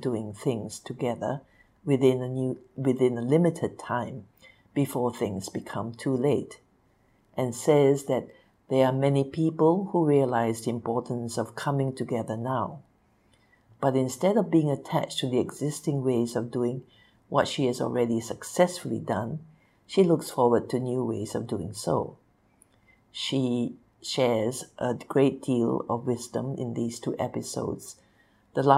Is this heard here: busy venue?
no